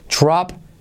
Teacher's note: La R, letra clave, trae consigo una U